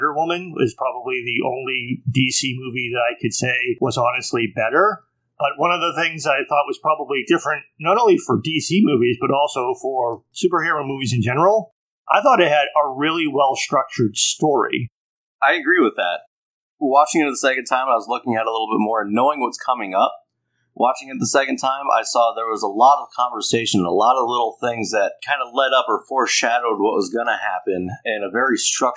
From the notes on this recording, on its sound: Most of this episode comes from the first thing we ever recorded for this podcast as a proof of concept. Some aspects of the audio quality aren’t our best.